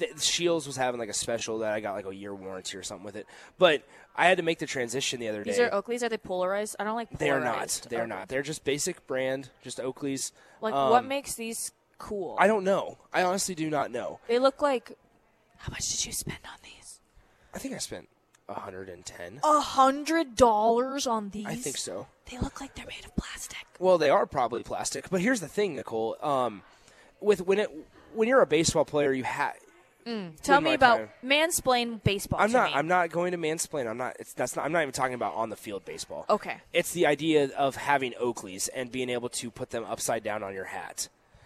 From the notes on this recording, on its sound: Live from the Upside Bar and Lounge.